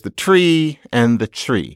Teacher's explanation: When T becomes Ch, that's called palatalization. And sounds becoming like one another is called assimilation.